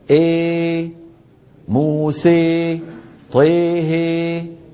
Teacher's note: الفم مفتوح وبنفس الوقت وسط اللسان إيه مرفوع · Term: الإمالة الكبرى